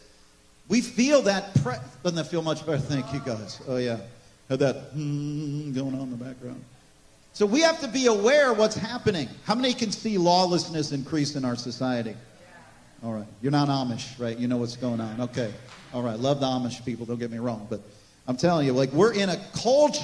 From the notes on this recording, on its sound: This message was recorded on April 23, 2023, at Gateway Church in Richmond, Indiana.